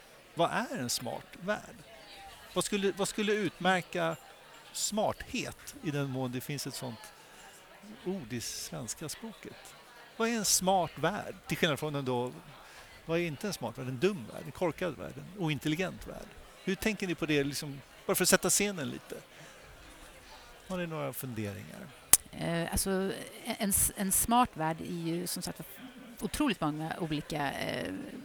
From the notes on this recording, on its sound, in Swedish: Du lyssnar till en livepodd från Ingenjörsdagen den 9 november i Göteborg.